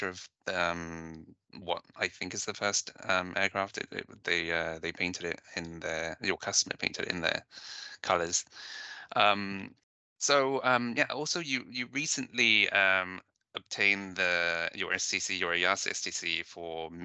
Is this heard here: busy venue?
no